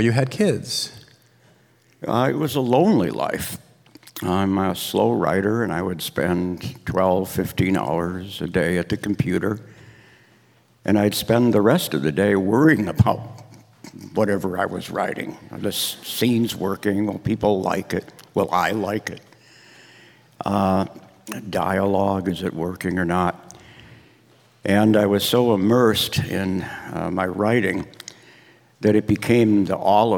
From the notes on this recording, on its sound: This conversation was recorded in front of an audience at the Portland Book Festival last fall.